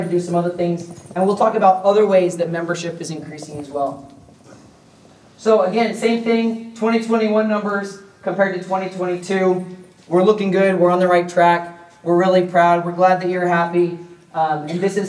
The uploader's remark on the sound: Recorded live on Saturday from Transworld’s Halloween & Attractions Show. While I snipped a few things out for continuity, this remains mostly unedited.